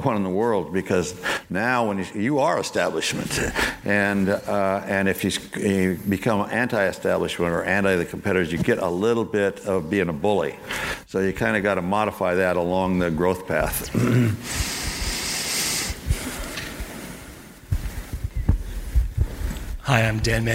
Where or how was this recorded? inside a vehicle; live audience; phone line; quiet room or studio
live audience